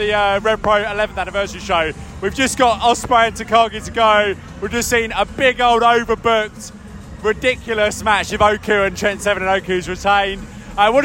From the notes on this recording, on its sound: Live from AEW All In London 2023. Live from the biggest weekend in the history of Professional Wrestling in the United Kingdom.